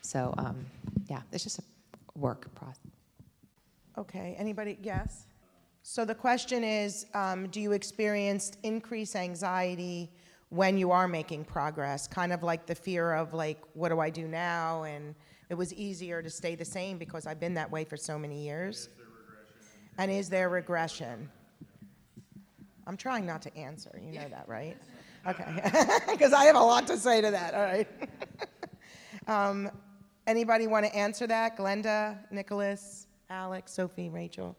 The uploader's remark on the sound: This bonus episode features a live Q&A panel that was recorded at a recent CommuniCamp.